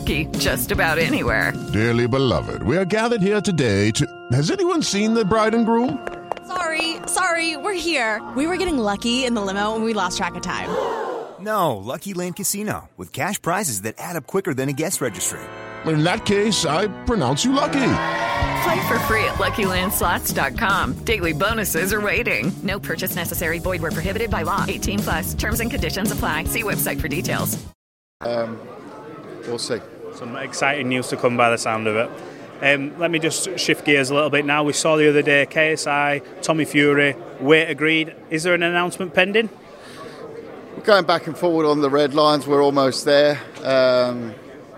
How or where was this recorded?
busy venue